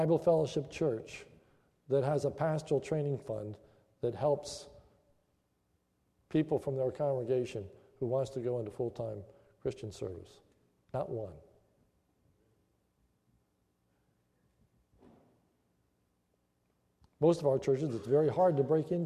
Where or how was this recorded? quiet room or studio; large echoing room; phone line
large echoing room